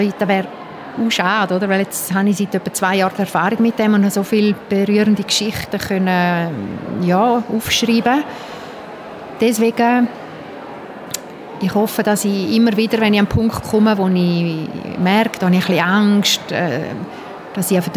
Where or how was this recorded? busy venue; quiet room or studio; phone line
busy venue